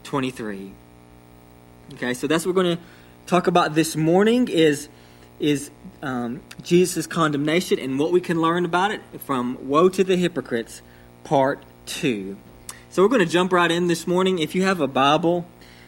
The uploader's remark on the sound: sermon delivered to Cottondale Baptist Church in Eastman, GA on 9/26/21